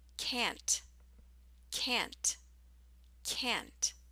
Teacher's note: Can't, however, has a longer vowel sound, which is pronounced more like the vowel you hear in the word cat.